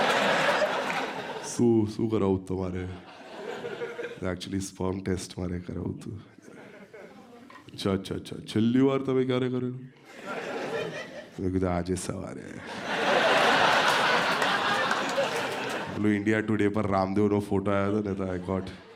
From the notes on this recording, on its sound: This was shot in front of a live audience. At the auditorium of H K Arts College, Ahmedabad.